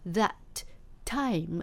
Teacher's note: ここで that time って2回 t を言わないんですね